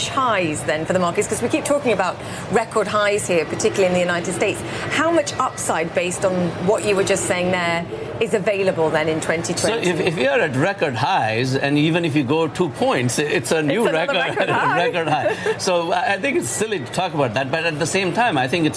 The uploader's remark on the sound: live from the New York Stock Exchange